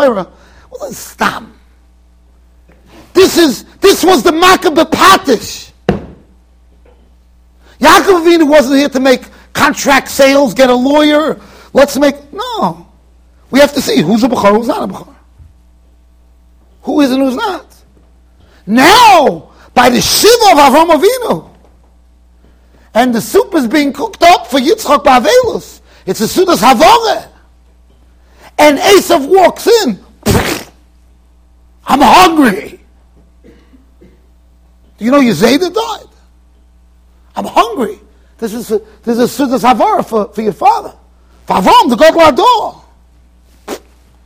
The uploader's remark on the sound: Shiur recorded in Yeshivas Ohr Reuven, Monsey NY.